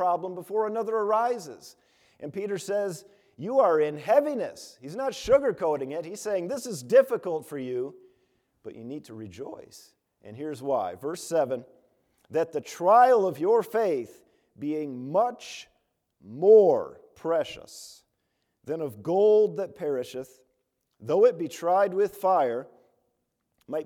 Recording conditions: large echoing room